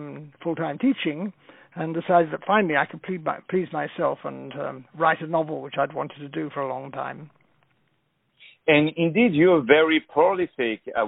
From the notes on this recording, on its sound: On the phone